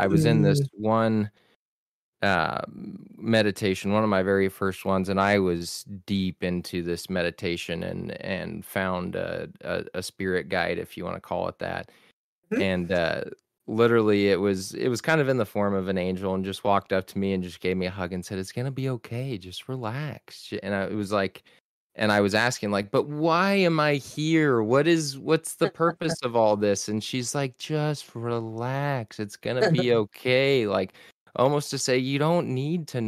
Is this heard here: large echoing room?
no